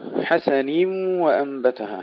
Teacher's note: حسنيم نحافظ على كسر النون، حسنيم ولا نقول حسن، نكسر النون نحقق الكسر جيدا ثم